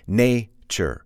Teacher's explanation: For example, nature. You can hear the emphasis, it's on the first syllable, nature.